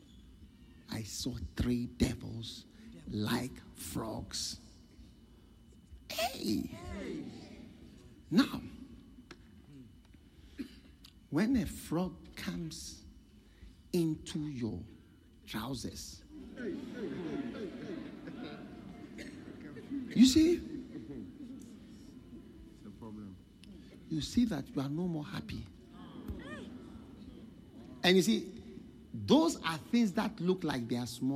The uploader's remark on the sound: Preached at The Qodesh